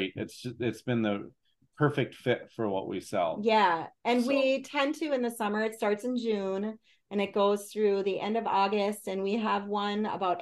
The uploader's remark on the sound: A Zoom sit-down conversation